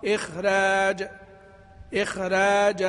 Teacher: إذا كان مستعليا فهو قسمان، الخاء يلحق بالمستفل في الحكم هنا وترقق